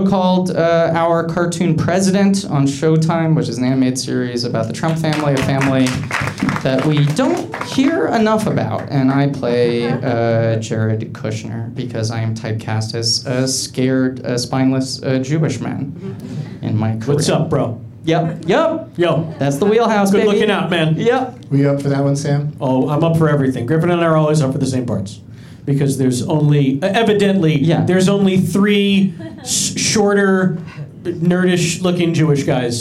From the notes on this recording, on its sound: Live from Flappers in Burbank